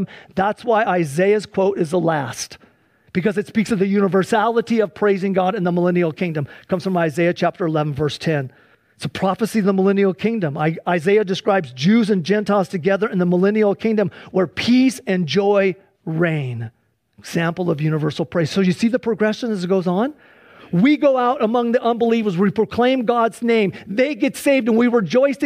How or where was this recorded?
large echoing room